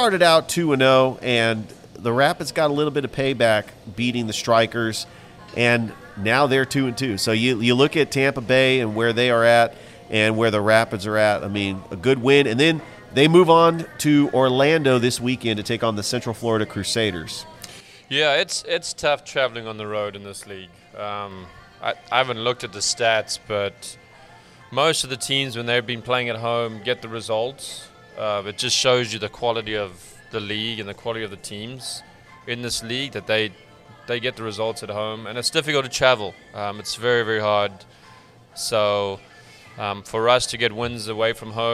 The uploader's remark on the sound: Live from Ivy Park Sports and Grill